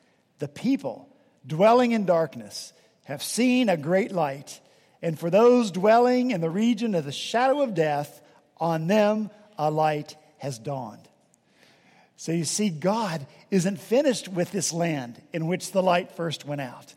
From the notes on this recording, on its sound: at Redeemer Presbyterian Church in Charleston, SC